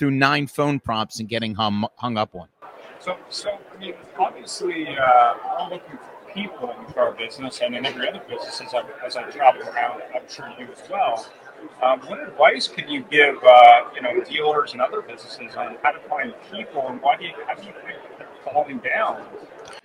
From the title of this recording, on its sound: Live From Driving Sales